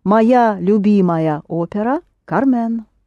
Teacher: Кармен, yes, only it's stressed on the ending.